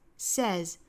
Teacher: 一定是注意里面这个元音哈，是单元音不是双元音